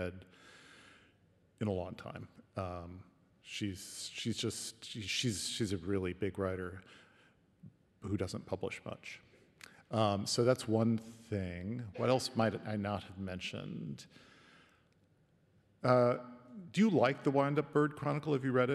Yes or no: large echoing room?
yes